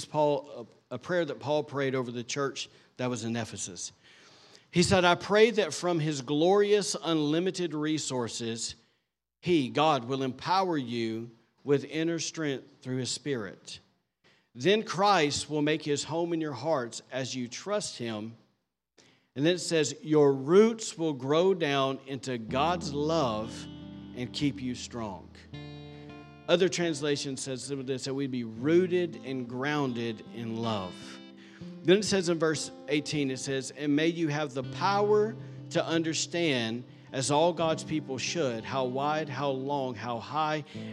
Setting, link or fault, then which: setting, large echoing room